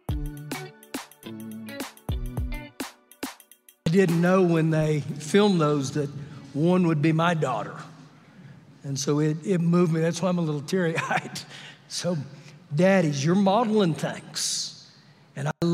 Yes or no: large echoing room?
yes